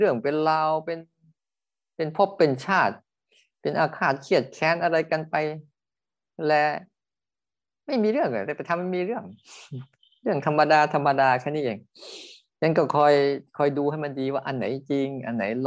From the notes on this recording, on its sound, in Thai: เป็น 1 ใน 3 คอร์สออนไลน์ (ผ่านโปรแกรม Zoom)